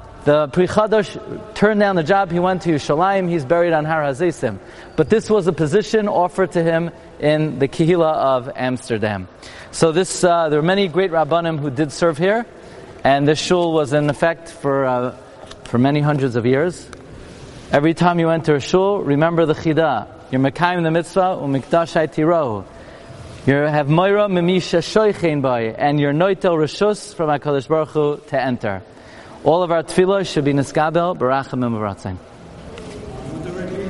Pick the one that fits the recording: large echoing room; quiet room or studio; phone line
large echoing room